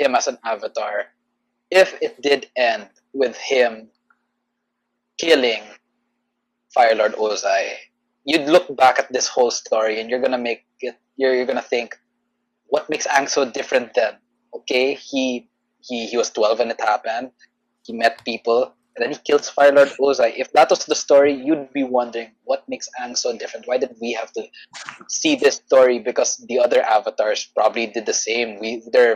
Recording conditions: video call